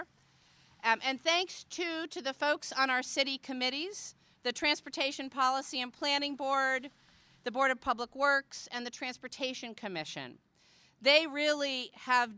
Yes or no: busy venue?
yes